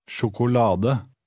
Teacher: stressing the next to last syllable